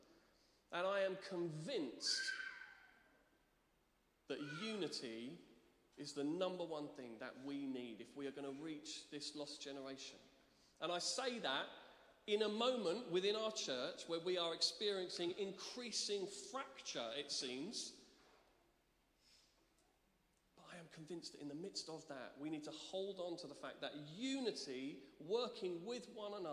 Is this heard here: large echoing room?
yes